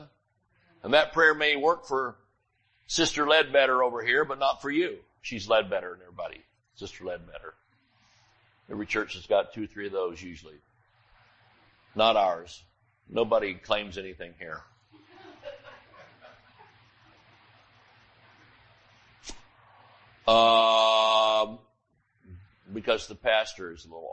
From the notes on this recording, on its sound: Sunday Morning Service.